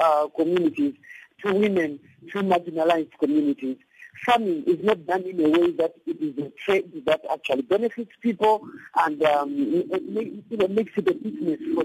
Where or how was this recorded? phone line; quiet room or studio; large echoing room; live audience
phone line